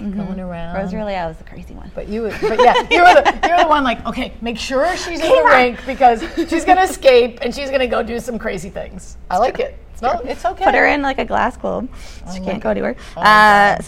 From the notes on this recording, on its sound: Live from AdventHealth Center Ice